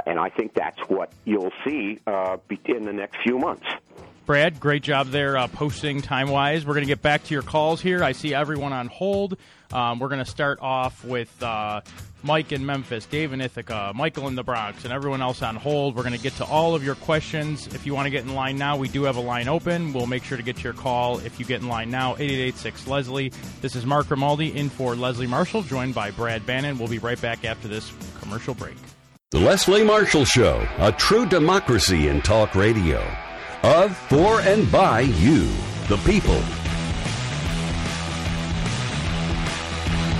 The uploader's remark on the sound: joined by callers